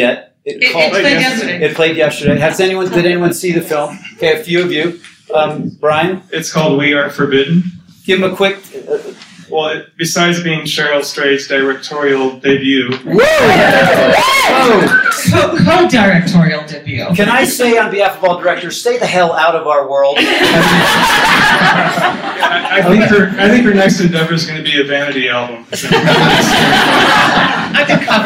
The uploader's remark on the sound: LIVE Talk at MountainFilm